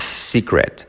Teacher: La T final, la T final casi no se dice